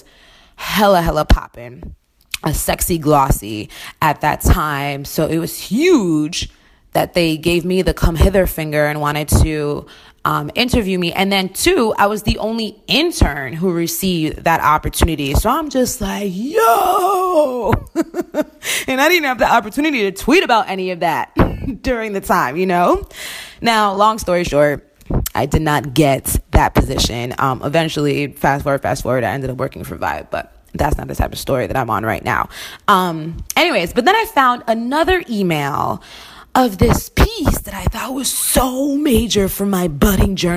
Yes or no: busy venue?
no